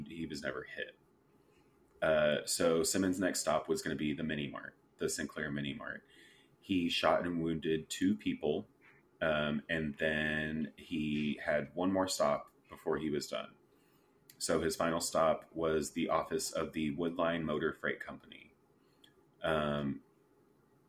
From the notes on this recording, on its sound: Is it really a 3 SWIB episode without technical difficulties?